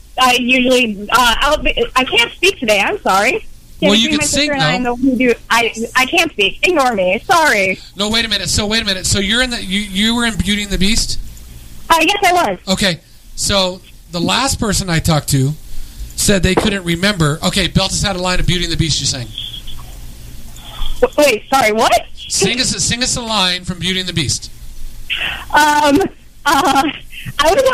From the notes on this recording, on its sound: Cast members and old friends call in for a fun free-for-all show!